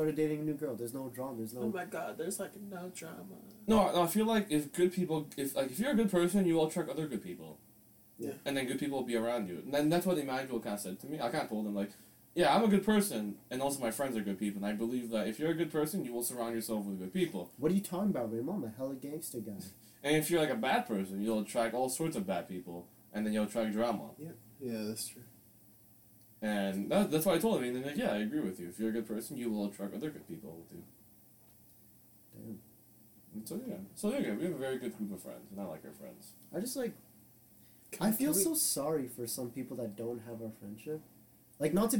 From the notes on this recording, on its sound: Old unreleased episode with old sound.